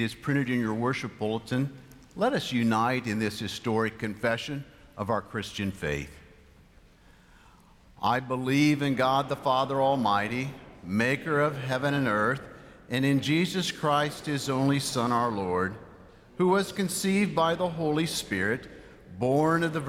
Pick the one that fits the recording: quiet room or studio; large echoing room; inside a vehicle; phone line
large echoing room